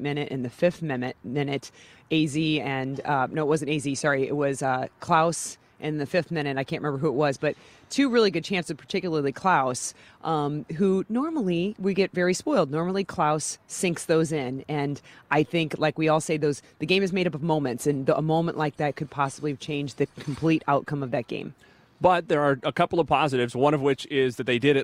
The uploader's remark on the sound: Louis CITY SC playoff rally at Lou Fusz Plaza outside CITYPARK